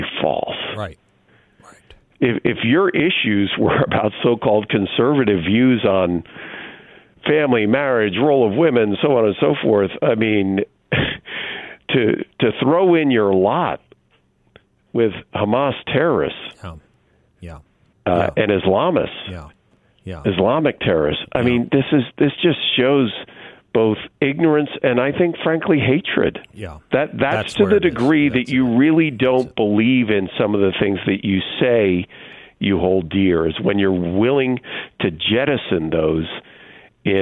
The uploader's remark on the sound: by phone